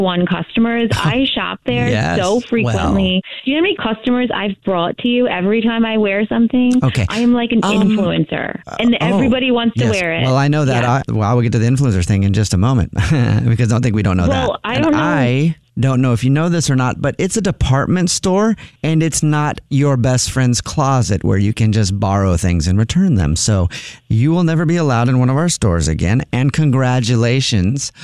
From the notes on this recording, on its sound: A personal phone call. Phone Prank.